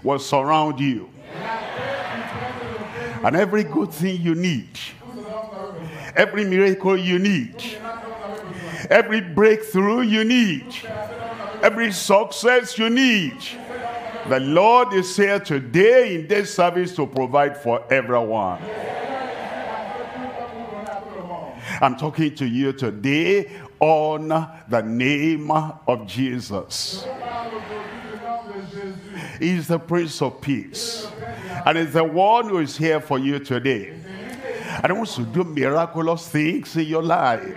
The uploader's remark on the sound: live from Douala, Cameroon